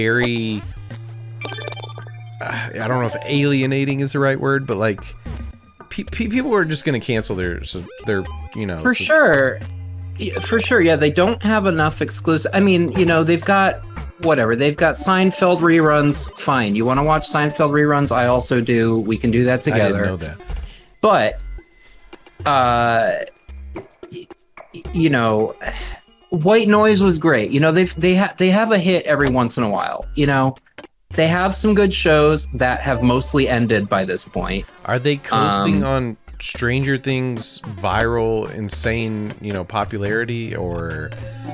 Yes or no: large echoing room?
no